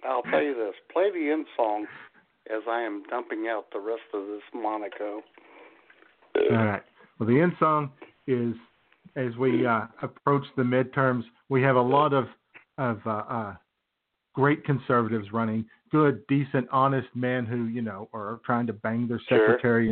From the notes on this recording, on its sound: your phone calls